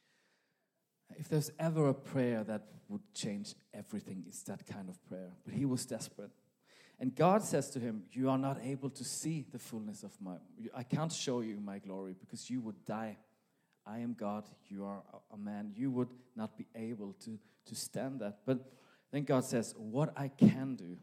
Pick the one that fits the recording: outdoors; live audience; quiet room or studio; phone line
live audience